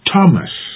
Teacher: T-H here is pronounced as T and not as th. It's pronounced as T, not as th.